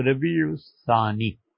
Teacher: ان مہینوں میں پہلا مہینہ محرم کہلاتا ہے اور را کی شد کے ساتھ ہے، اور دوسرا مہینہ صفر کہلاتا ہے، اور تیسرا مہینہ ربیع الاول ہے، اور چوتھا مہینہ ربیع الثانی ہے۔ اس ثانی کو سا سے پڑھنا چاہیے اور اس کا تلفظ زبان کی نوک سے کیا جاتا ہے سا۔ ربیع الثانی سین سے پڑھنا، سواد سے پڑھنا یہ درست نہیں ہے، تو ربیع الثانی۔